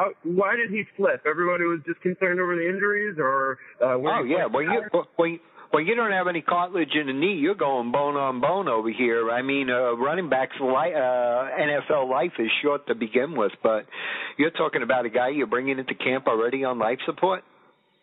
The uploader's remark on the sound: On the telephone. He doesn't have a computer or cell phone. Analog at it's finest.